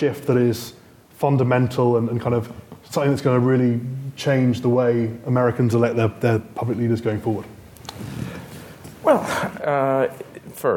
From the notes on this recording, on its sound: in front of a live audience